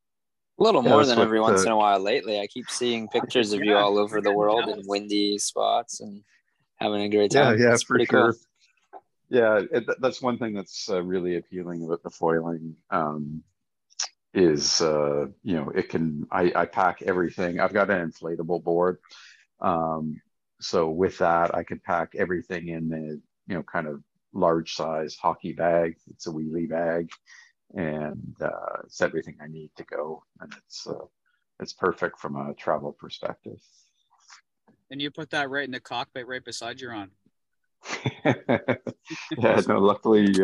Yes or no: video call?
yes